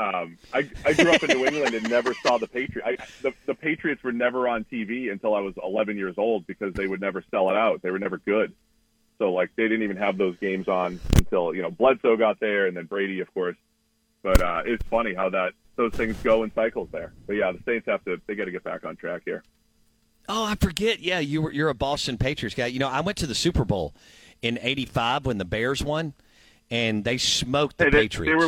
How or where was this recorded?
phone line